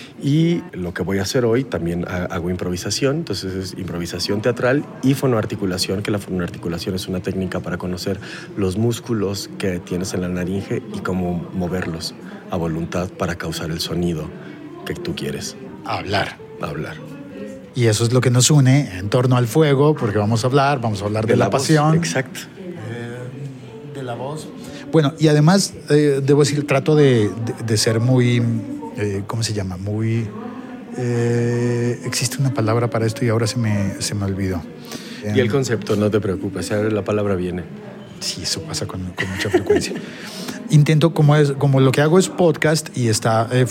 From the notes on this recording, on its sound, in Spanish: grabada en un pasillo durante el Festival Iberoamericano de la Voz Viva Voz.